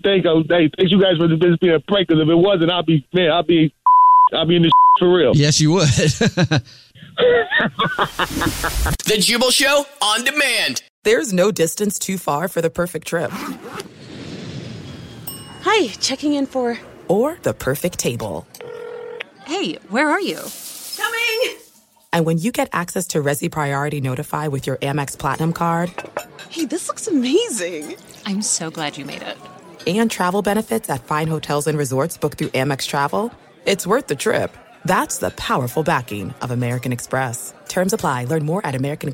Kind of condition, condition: link, phone line